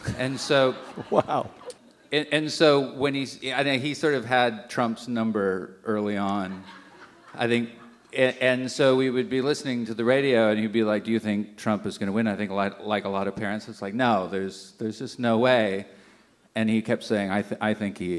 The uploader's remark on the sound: before an audience at The Aladdin Theater in Portland, Oregon.